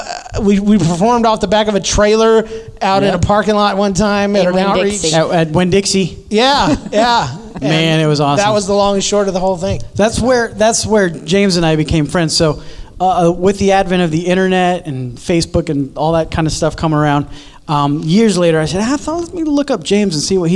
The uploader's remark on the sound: This week’s episode is a question and answer panel recorded at the Narthex Con event here in Saint Louis. It was recorded in front of a live audience. Included questions submitted in person and online.